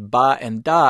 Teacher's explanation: In contrast, the sounds ba and da do not come with a burst.